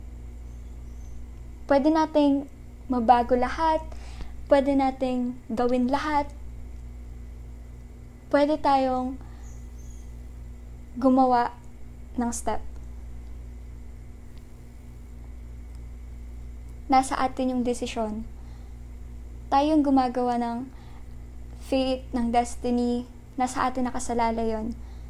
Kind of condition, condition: fault, background noise